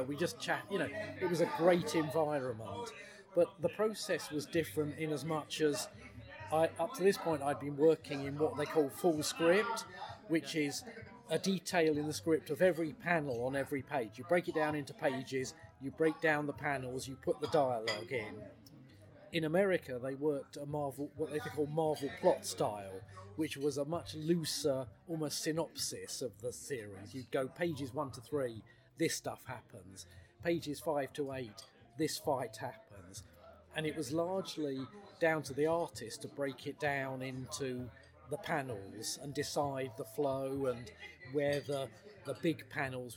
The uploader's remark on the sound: a small Transformers Convention called TFUKCon in Birmingham, England